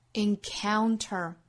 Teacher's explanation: 要注意双元音的滑动，从 a 滑动到 on，再带出小鼻音来